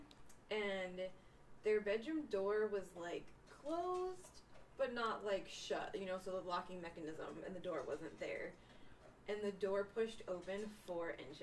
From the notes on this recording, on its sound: We're still working out some of the technical kinks